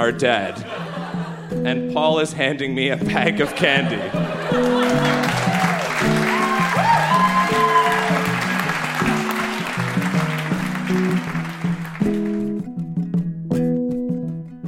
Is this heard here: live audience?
yes